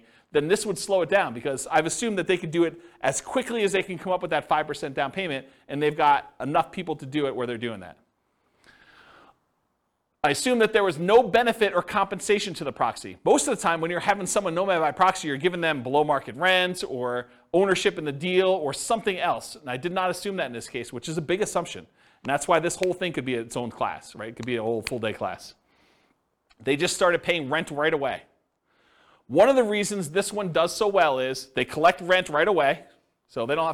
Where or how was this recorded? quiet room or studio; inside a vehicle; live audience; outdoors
live audience